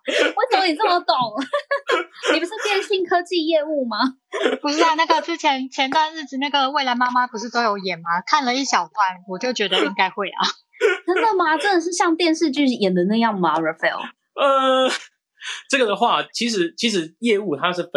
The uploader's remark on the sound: Live on Clubhouse.